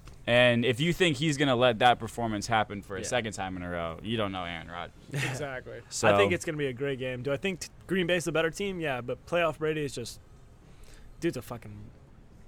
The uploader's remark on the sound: FLORIDA LIVE SHOW! LIVE from the Sebastian Tiki Bar and Grill in Sebastian, Florida!